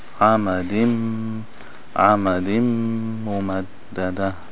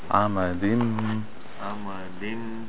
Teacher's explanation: Whenever you have that tanween, the noon, and the meme after, they join together, and you just pronounce the meme twice. · Term: Idgham